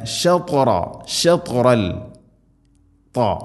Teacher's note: ത ഉച്ചരിക്കുമ്പോൾ നാവിൻ്റെ മധ്യഭാഗം അണ്ണാക്കിലേക്ക് ചേർന്ന് നിൽക്കണം. ഷത്ത് ഇത്തുബാഖ് എന്ന് ആ ഒരു സിഫത്ത് പ്രത്യേകം കൊണ്ടുവരണം.